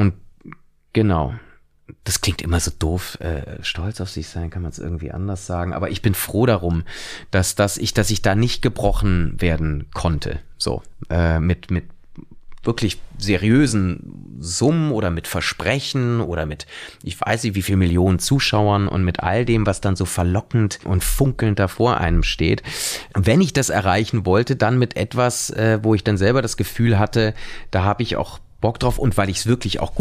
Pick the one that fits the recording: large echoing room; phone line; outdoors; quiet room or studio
quiet room or studio